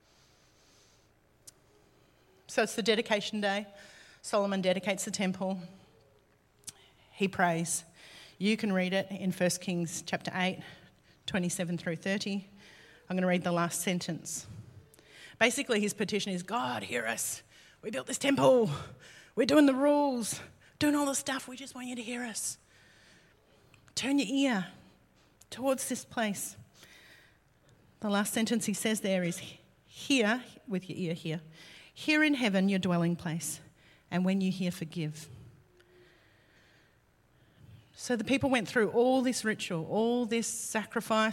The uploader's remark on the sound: LIVE at Echo Church